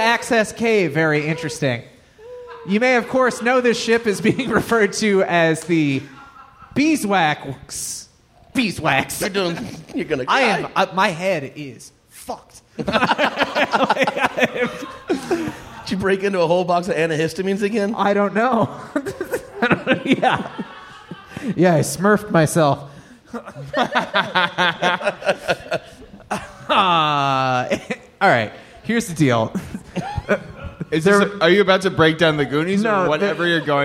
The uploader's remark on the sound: This live talk show was recorded in front of a human audience on July 17, 2022 at Go Bananas Comedy Club in Cincinnati, OH.